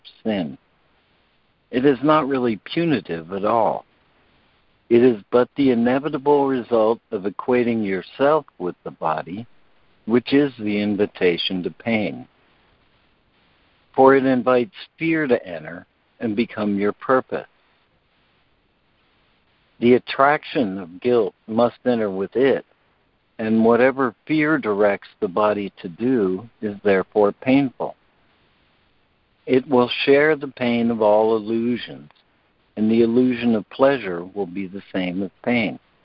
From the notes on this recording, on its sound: ACIM Daily Conference Call